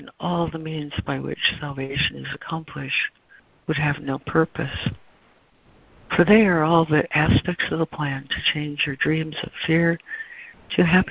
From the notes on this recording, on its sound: ACIM Daily Conference Call.